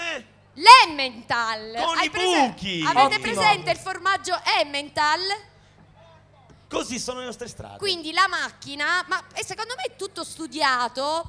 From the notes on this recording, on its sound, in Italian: Concerto del Primo Maggio Ennese 2015. Speaker sul palco.